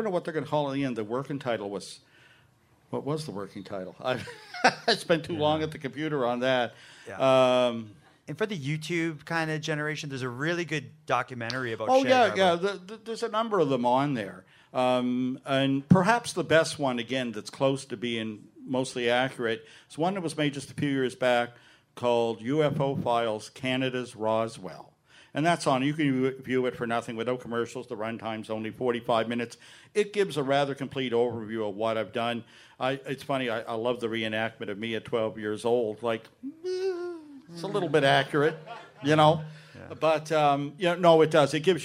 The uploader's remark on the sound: Live in Halifax. Recorded in front of a live audience at the Carleton in Halifax, NS.